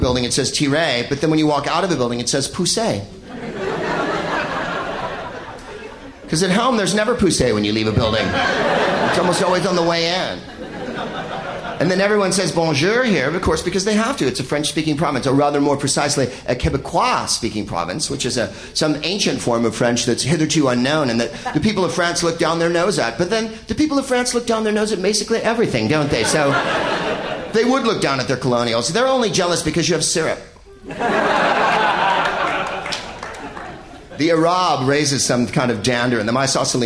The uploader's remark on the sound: Live from Montreal's Just for Laughs Festival